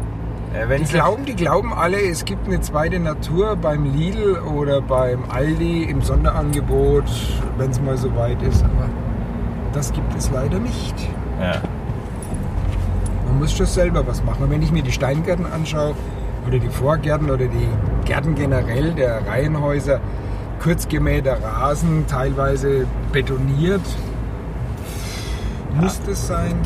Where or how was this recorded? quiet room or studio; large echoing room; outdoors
outdoors